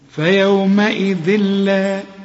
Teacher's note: هي فيومئذ إذن تنوين وبعد لام، اللام من حروف الإدغام، تنوين وبعد لام، إدغام كامل بس بدون غنة. فيومئذ لا، اوعى تقول لي فيومئذ لا، لا، حتى لو اللام عليها الشد ما تغنهاش.